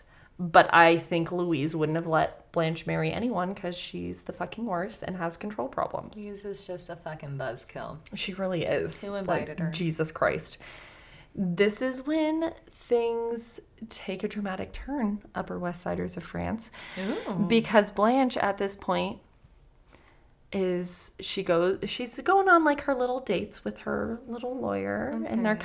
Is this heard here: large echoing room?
no